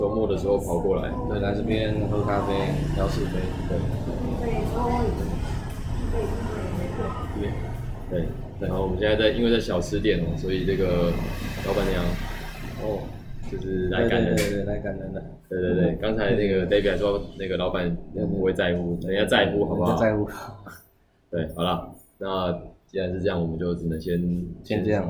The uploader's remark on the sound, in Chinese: 錄音當天，我們在河內市中心還劍湖附近的一家小吃攤，錄到老闆娘來趕人為止，之後轉移陣地到另一家咖啡店，遇到了河內十多年來最大的一次暴雨，市區大淹水，在咖啡店雖然也有繼續錄音，可是收音效果極差，比之前的更爛，就不方便播出了。